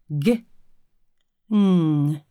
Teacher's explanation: tungrygg plus mjuka gommen